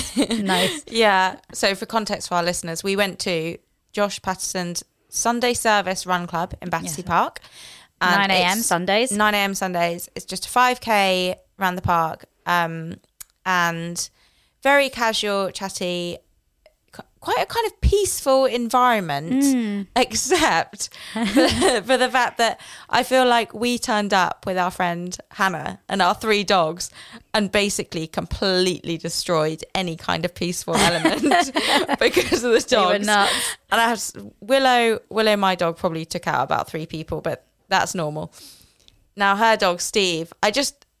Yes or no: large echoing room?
no